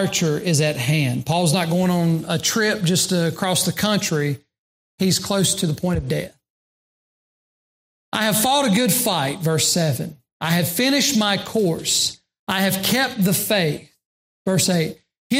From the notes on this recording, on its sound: during the Sunday morning service on June 26, 2022, at Southside Baptist Church in Mount Airy, NC.